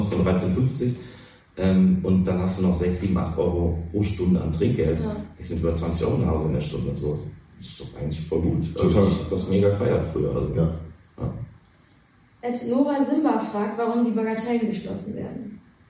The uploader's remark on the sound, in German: Leider hatten wir bei der Aufnahme erhebliche Tonprobleme - wir haben alles versucht, um die Aufnahme zu retten.